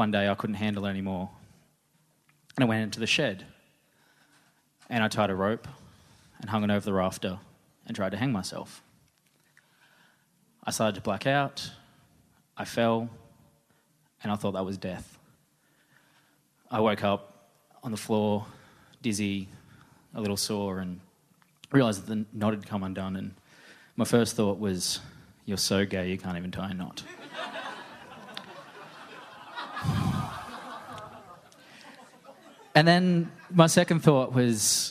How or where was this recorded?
live audience